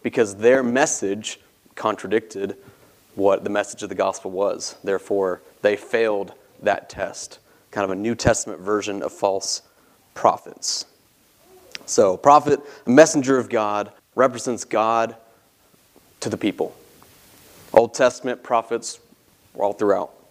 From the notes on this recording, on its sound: This sermon was preached from the pulpit of Grace Community Church in Berea, KY.